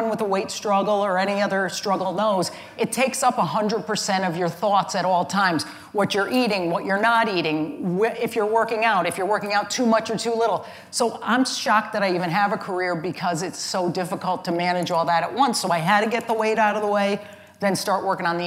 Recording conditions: live audience